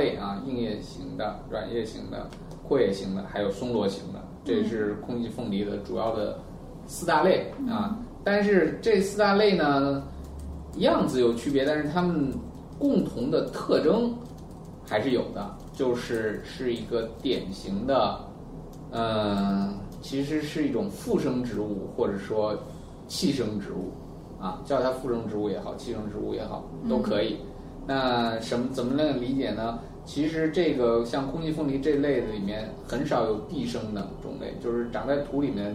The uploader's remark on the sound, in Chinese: 本期节目为在张大妈办公区用录音笔录制，可能有街道上的杂音，请见谅。